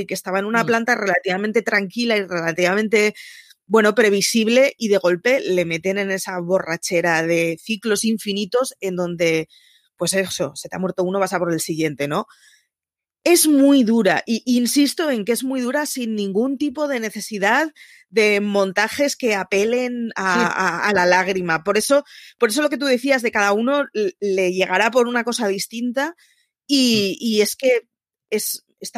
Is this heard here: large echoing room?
no